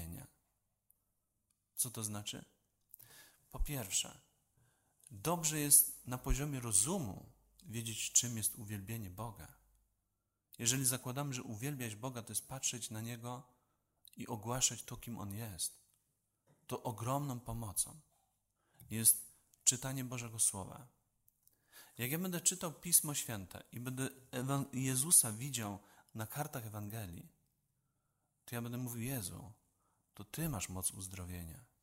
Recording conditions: live audience